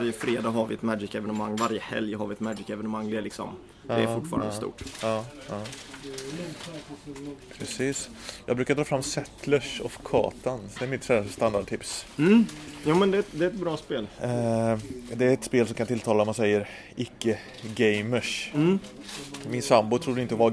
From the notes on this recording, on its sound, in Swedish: I Brädspelskafeét i Karlshamn.